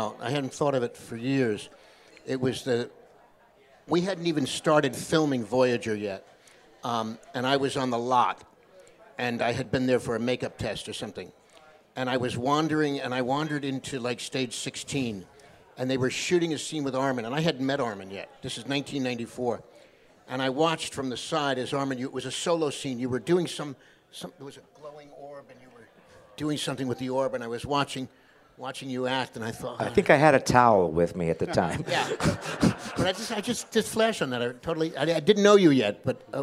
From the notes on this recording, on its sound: A live taping of Engage from Star Trek: The Cruise 2018.